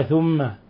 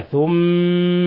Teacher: فلو خففنا الميم المشددة، فكينا الإضغام يعني فكينا التشديد، فقرأناها ثم فنكون قد لحنا لحنا جليا وأسقطنا حرفا، لأن هذا المشدد حرفين مدغمين في بعض، فلا بد أن تقرأها هكذا ثم، وتضغط على الشفتين وتظهر غنة من الخشوم · Shown in: second take · Term: حرف غنة مشدد